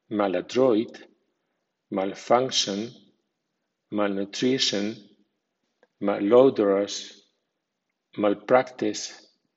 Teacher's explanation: M-A-L suena mal con acento medio